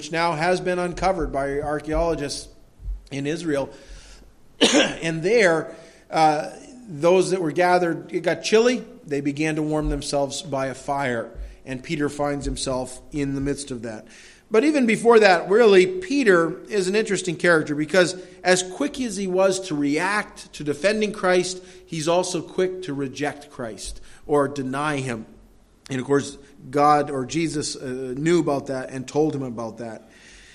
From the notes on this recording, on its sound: delivered at Madawaska Gospel Church on the morning of June 12, 2016